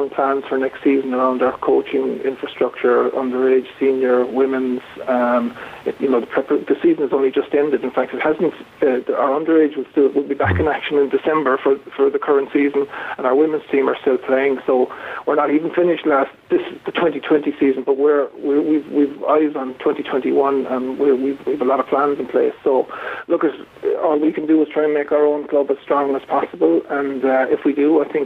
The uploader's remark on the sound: joins us on the phone